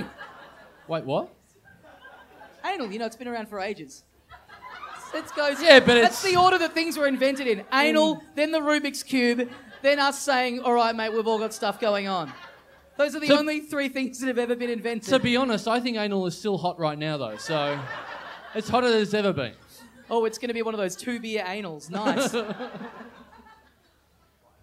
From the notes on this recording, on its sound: It's another classic two beer podcast LIVE from the European Bier Cafe.